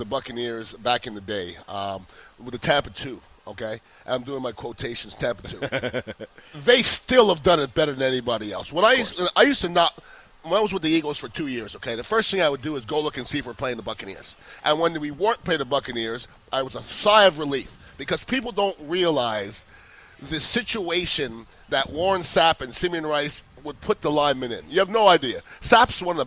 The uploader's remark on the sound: live from Oak & Stone in Sarasota